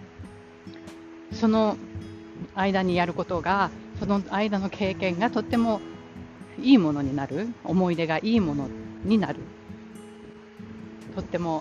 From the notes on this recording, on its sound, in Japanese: 久々にガンガンとウォーキングしながらの録音で、息が荒いです